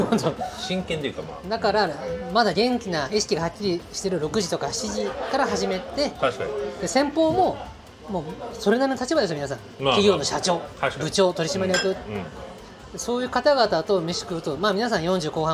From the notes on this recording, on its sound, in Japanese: 今回もイカセンターからロケ収録。